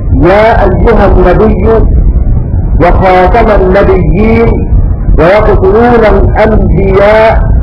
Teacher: بإبدال الهمزة ياء في كلمة النبي والنبيين والانبياء